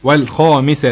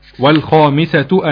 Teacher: قرأها الإمام حفص بفتح التاء · Shown in: first take